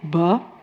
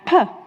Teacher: Put your finger on your throat and say B and P. So the first time, B, you feel your throat moving, and the P, it doesn't. That's called voicing, and that's the difference.